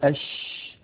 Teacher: فلما نقول أش نجد بأن الصوت يمتد، فالشين يجري معها النفس ويجري معها الصوت، فهي مهموسة رخوة